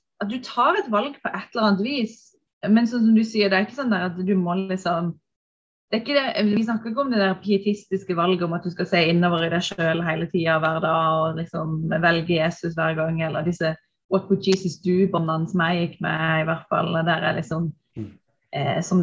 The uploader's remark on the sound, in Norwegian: Denne første episoden satt vi på zoom, derfor er ikke lyden optimal.